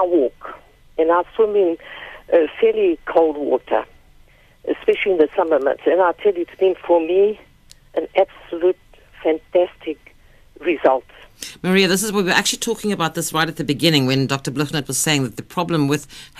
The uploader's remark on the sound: PHONE-IN